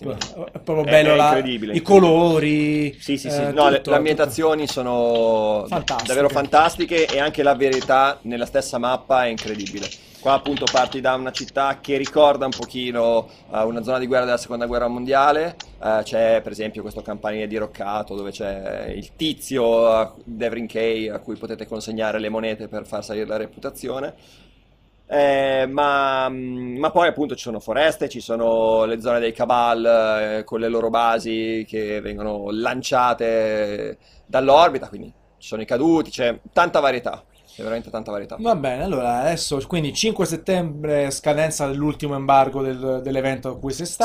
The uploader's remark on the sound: Gamescom 2017 Live Show. Questa è la versione solo audio della rubrica settimanale live di Multiplayer.it .